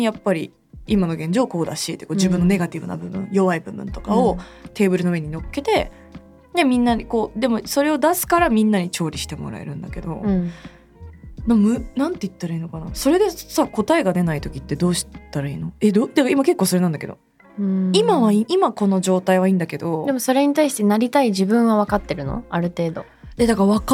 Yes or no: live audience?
no